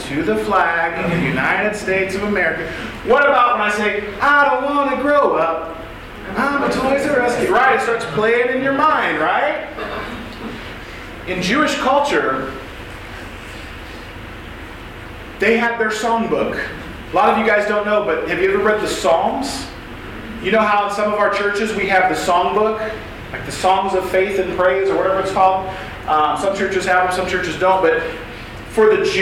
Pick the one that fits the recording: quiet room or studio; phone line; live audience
live audience